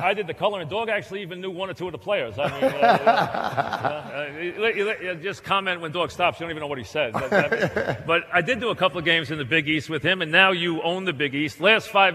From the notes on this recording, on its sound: Live at the Tilles Center